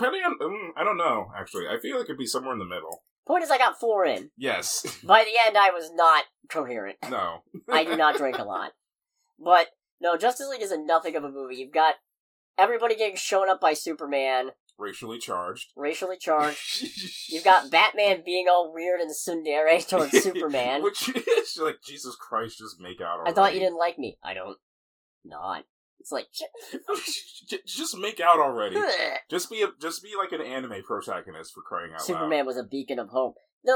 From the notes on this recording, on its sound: Pardon the audio quality this week, we both gathered in the same location to record.